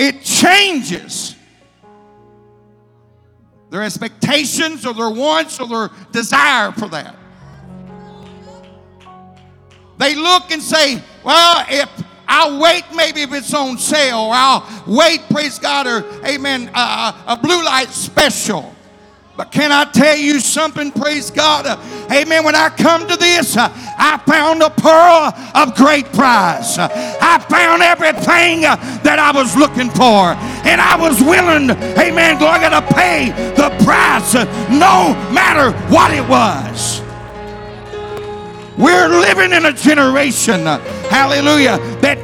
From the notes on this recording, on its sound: Keynote address at the first night of our Anniversary Celebration